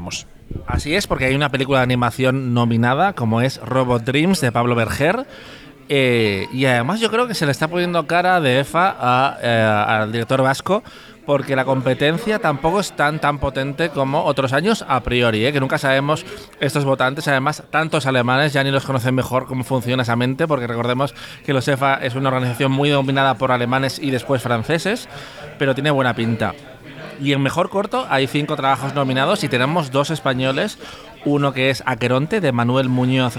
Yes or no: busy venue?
yes